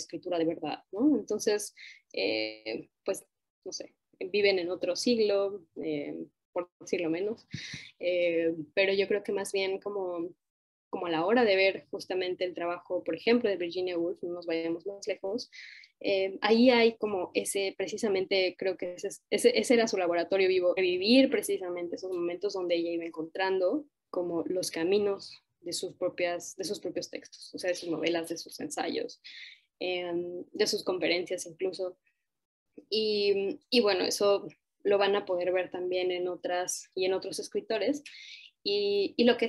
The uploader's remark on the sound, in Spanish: Como parte del cuarto ciclo del Laboratorio de Escrituras Vivas, en sesión sincrónica vía Zoom.